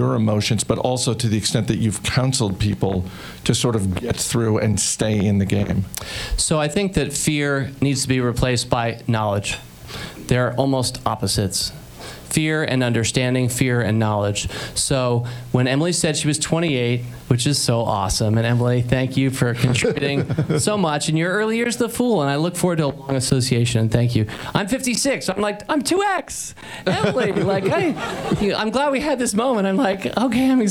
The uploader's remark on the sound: Live from the Hawk & Griffin Pub in Vienna, Virginia.